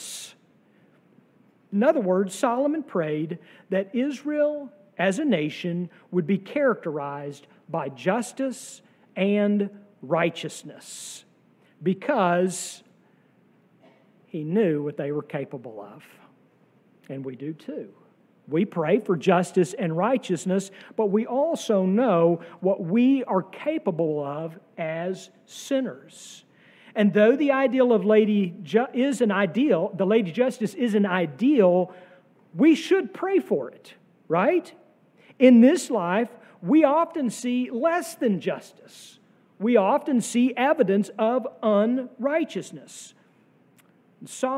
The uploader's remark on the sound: sermon from our worship service on June 18, 2023